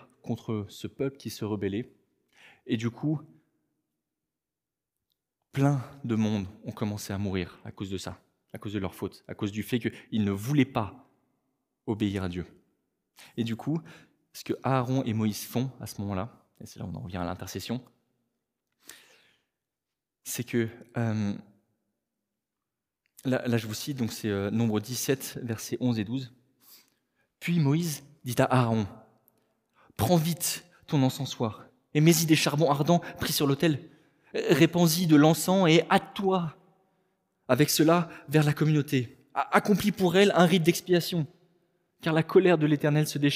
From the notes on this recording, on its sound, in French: Enregistré à l'église CVV.